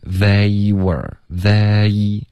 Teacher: 这个 they 注意双元音得滑动